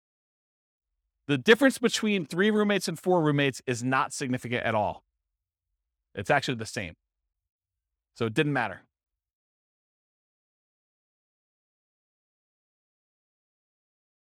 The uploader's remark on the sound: This was a live class recorded